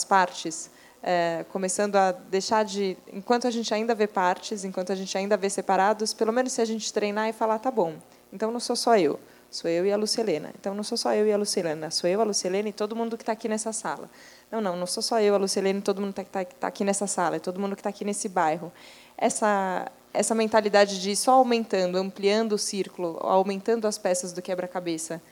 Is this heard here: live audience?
yes